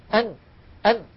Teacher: وما قلناه عن الميم ينطبق على النون، فالنون تتألف من جزء لساني سوف نتكلم عنه عند كلامنا على الحروف اللسانية، ويصاحب هذا الصوت من الخيشوم وهو الغنة. أن أن، فلو سددنا الأنف أن أن، نلاحظ بأن الصوت قد اختل.